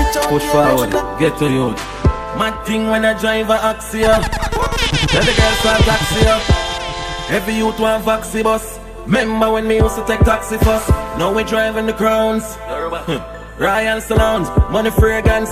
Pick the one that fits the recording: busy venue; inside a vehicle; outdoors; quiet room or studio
busy venue